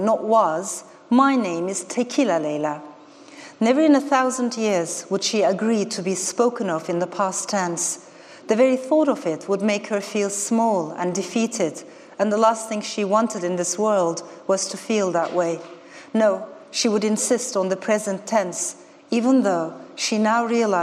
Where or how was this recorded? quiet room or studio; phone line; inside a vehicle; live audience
live audience